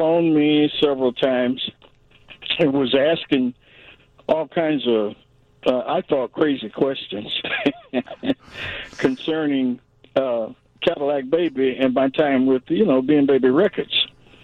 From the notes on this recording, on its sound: joins the conversation over the phone